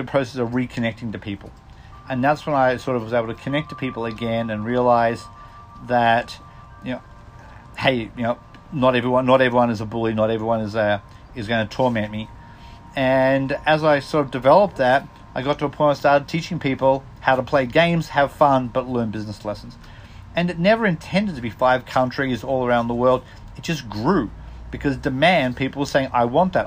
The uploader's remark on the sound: takes a moment on my front porch